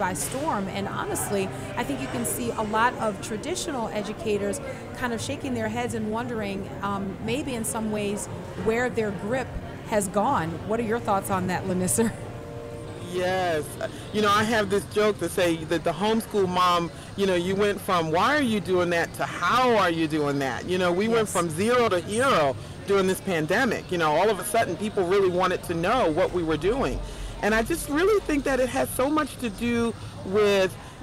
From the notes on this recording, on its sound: LIVE from the Creation Museum